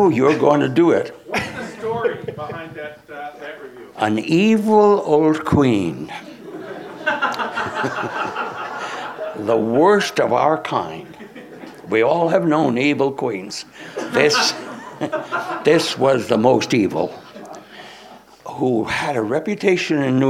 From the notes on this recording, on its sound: In this conversation taped at a recent LARB Luminary Dinner.